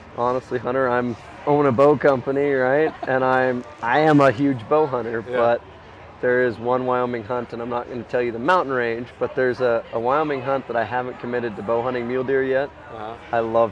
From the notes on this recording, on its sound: LIVE FROM TOTAL ARCHERY CHALLENGE | PARK CITY, UT 2022. A few weeks ago I headed out to Utah to Total Archery Challenge and recorded a few live podcasts with some friends in the industry old and new.